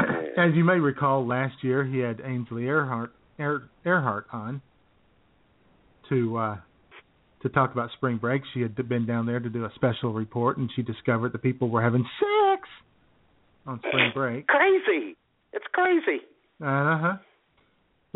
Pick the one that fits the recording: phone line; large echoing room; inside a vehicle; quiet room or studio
phone line